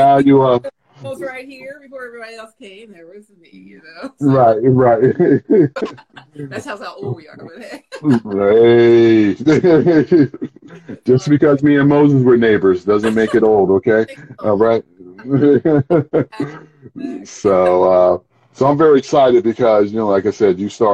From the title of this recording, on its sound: Instagram Live